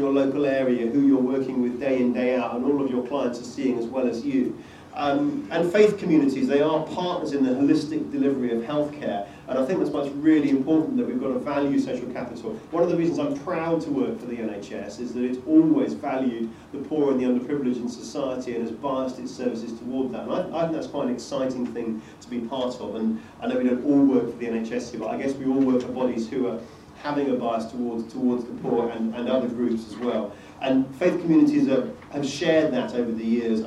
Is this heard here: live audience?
yes